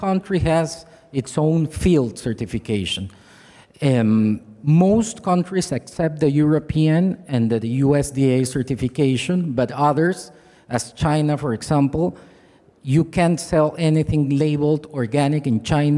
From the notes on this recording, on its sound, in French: Était en captation live lors d'une conférence organisée par VEJA, sur le coton. On vous propose d’assister à la conférence organisée par VEJA à Bordeaux sur le coton.